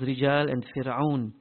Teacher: the Ra with a kasra is empty, the Ra with sukoon following kasra is empty · Term: tarqiq